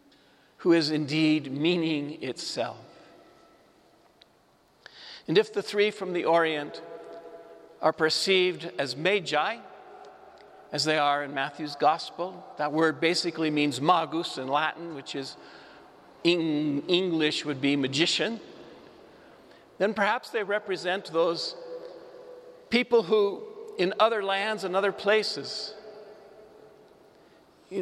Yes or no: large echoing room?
yes